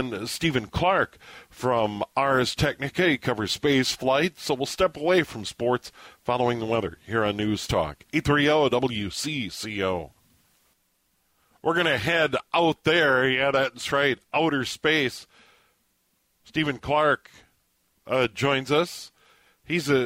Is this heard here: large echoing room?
no